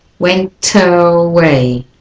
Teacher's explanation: They went away. And there you can do a linking between the T at the end of went to the schwa at the beginning of away